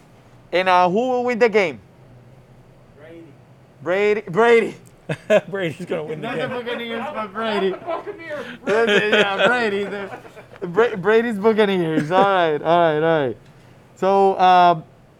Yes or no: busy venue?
yes